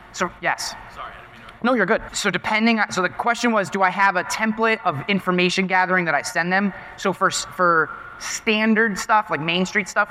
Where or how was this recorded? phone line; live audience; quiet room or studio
live audience